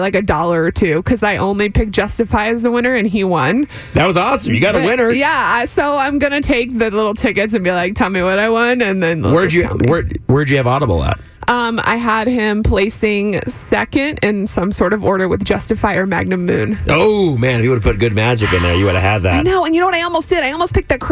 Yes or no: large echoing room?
no